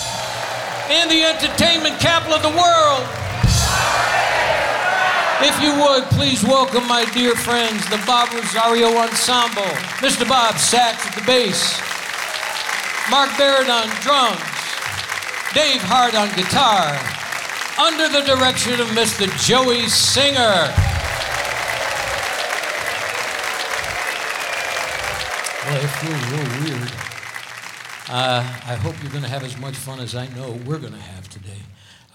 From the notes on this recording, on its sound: Live at the SouthPoint Casino.